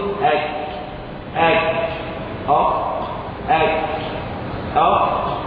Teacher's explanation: فإن القاف أبعد بجوار أدنى الحلق، والكاف أقرب لخارج الفم · أقصى اللسان أيضا مع الحنك الأعلى أسفل مخرج القاف، إذا كانت القاف هنا من أقصى فتحته مباشرة هنا تخرج الكاف، تخرج أك أك أك أك أك، أبعد من أك. إذا الكاف من أقصى اللسان أيضا لكن لها مخرج خاص بها، وليس مخرج القاف والكاف كما قال البعض هما مخرج واحد يسمى بأقصى اللسان، لا، لكنهما جزئين ينقسمان إلى مخرجين لا مخرج واحد.